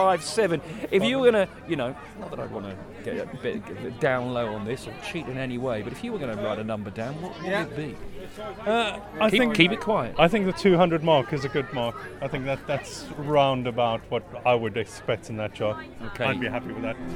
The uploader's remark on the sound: Live from the Twyford Christmas Fayre! A soundtrack of the Twyford Christmas Fayre, held in the village centre last Friday!